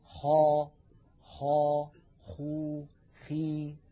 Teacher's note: من أدنى الحلق ما ذكرنا حرف الخاء